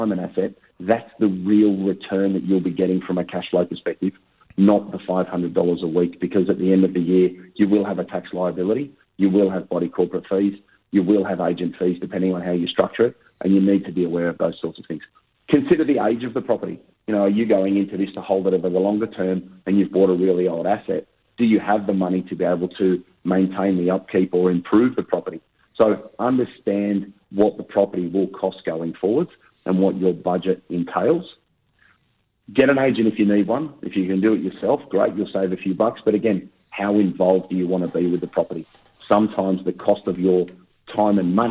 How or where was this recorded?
phone line